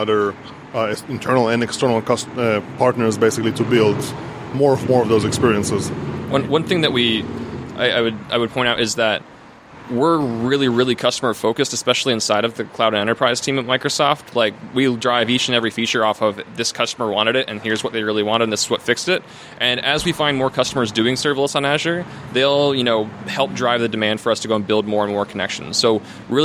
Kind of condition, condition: setting, outdoors